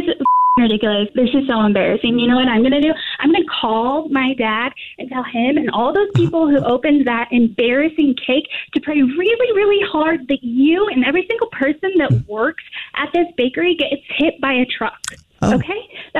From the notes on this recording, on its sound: phone prank style